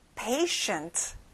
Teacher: 가운데 T 발음은 안 나요.